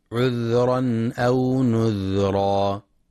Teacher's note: ينتبه القارئ لسكون الذال ولصفة الرخاوة فيها